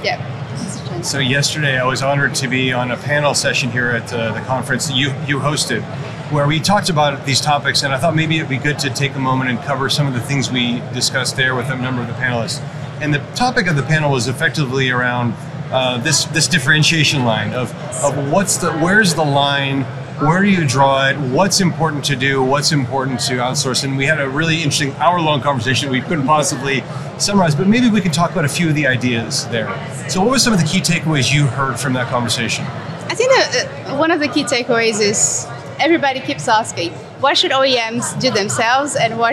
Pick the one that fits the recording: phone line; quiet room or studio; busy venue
busy venue